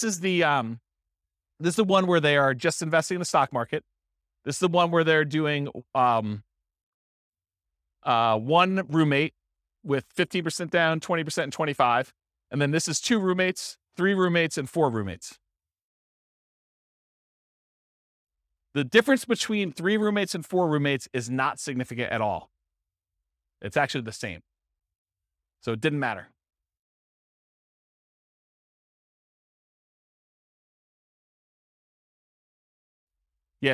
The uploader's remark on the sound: This was a live class recorded